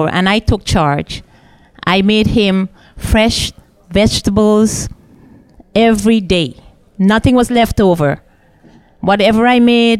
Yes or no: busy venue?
yes